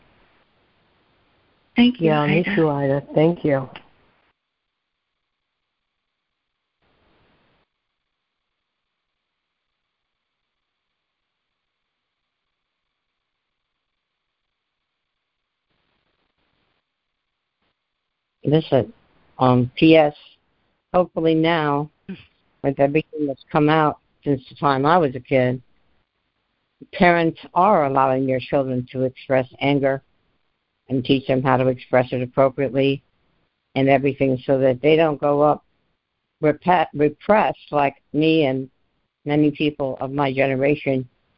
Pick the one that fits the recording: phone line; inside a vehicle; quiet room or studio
phone line